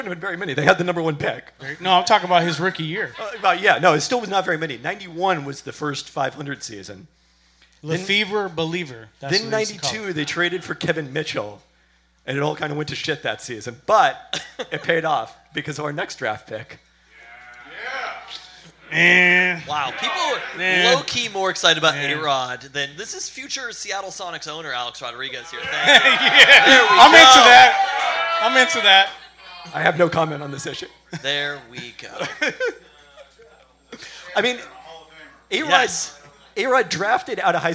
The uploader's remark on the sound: We held a live Peltoncast last Friday at Good Times Bad Bar in Queen Anne. Due to a podcaster error, only the first two segments and the start of the third were taped.